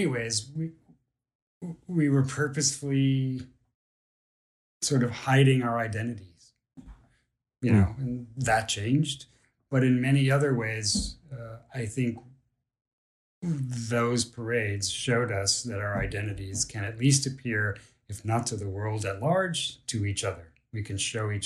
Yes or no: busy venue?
no